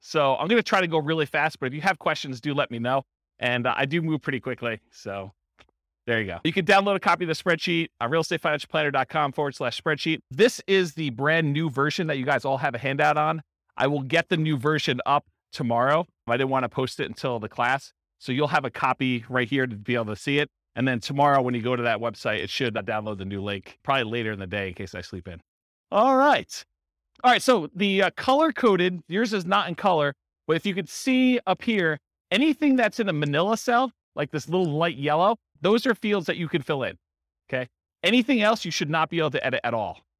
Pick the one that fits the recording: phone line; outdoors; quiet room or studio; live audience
live audience